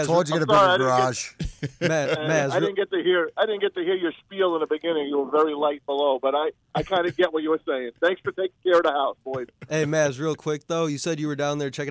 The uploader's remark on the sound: The guys are joined on the phone. With a live report from Tigers’ Spring Training.